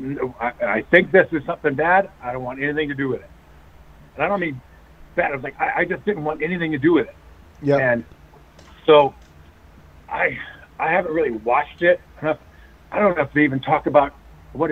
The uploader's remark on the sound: On the phone to go over what happened on some of the wildest shows from the mid-1990's.